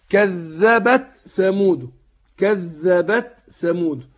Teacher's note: خد بالك، أنا عايز أحقق التاء عشان في تقارب في المخرج هنا يا إخواني بين التاء والساء. التاء بتخرج من ظهر طرف اللسان مع أصول الثنايا العليا